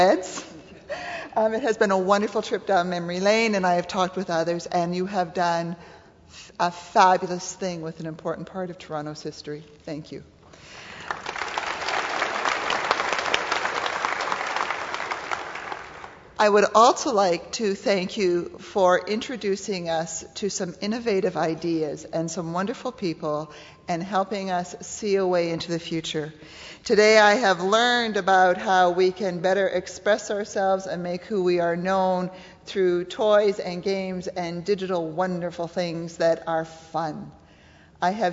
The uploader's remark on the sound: The venue is the Mattamy Athletic Centre at the Gardens, Ryerson's new facility on Carlton Street, included in the ESPN list of Top 10 Most Historic Stadiums in North America.